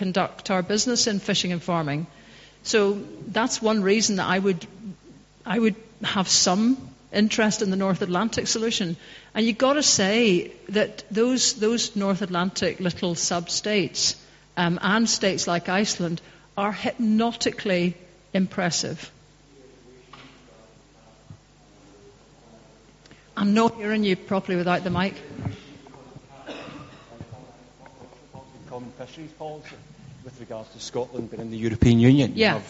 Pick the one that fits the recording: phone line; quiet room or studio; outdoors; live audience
live audience